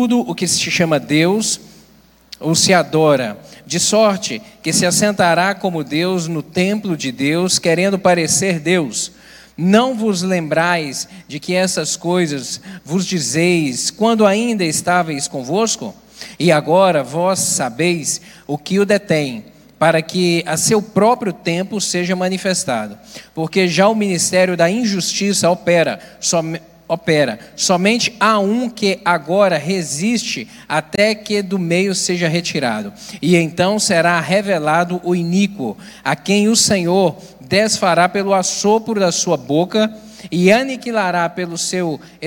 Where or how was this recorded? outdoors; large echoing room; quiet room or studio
large echoing room